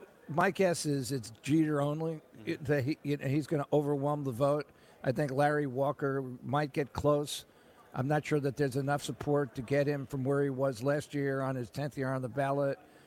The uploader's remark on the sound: LIVE FROM THE MLB WINTER MEETINGS